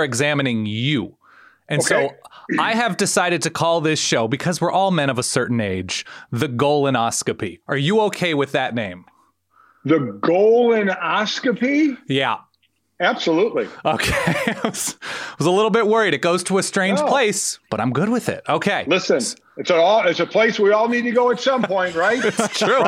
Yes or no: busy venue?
no